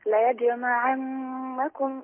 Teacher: الجيم مقلقلة من حروف القلقلة وهي ساكنة طبعا تقلق. أقول ليجمعنكم إلى يوم القيامة لا ريب فيه ومن أصدق من الله حديثا.